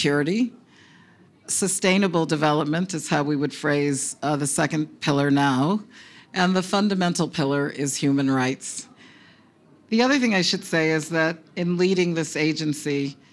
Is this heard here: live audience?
yes